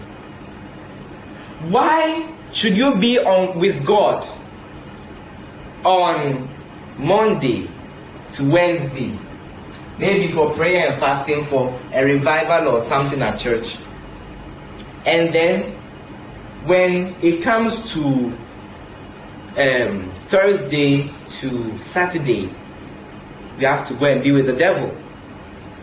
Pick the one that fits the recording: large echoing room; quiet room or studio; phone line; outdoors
large echoing room